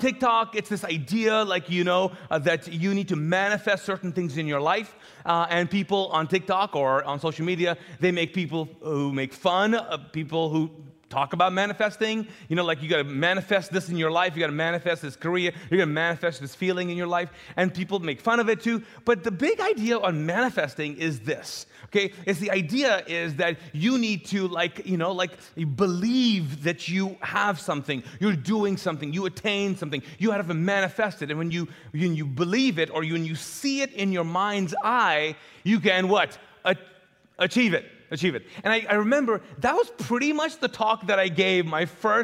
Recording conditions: large echoing room